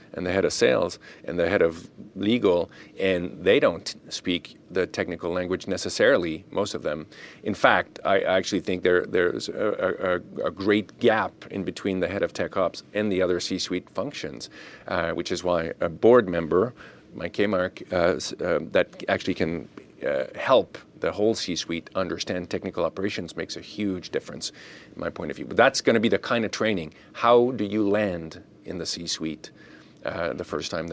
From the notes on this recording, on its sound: At the most recent edition of the Pharma Manufacturing World Summit held May 15-16, 2023, in Boston. At the most recent edition of the Pharma Manufacturing World Summit held May 15-16, 2023, in Boston.